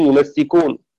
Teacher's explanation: يمسكون قرأ شعبة بتخفيف السين وسكون الميم يمسكون، وقرأ حفص بفتح الميم وتشديد السين